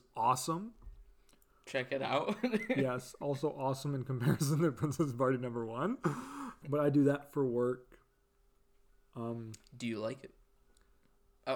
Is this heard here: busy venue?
no